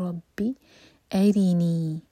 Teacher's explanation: را کے نیچے کسرا ہے تو را باریک ہوگا